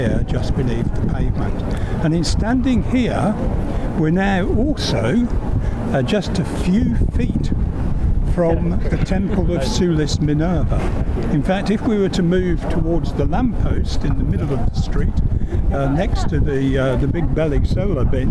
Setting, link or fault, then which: setting, outdoors